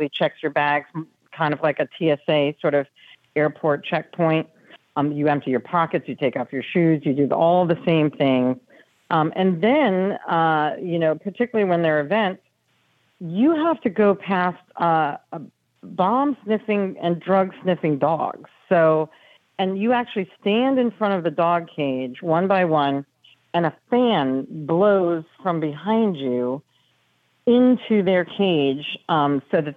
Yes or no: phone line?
yes